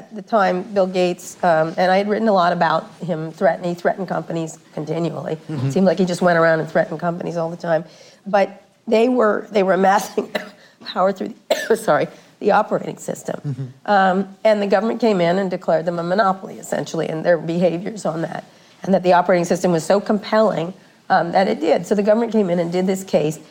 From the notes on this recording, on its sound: In front of a live audience at the University of California, Berkeley's journalism school.